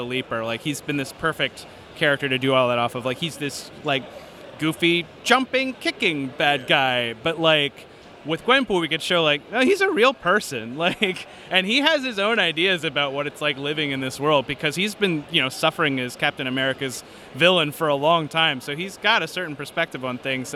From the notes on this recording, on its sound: at Five Points Festival 2017 in New York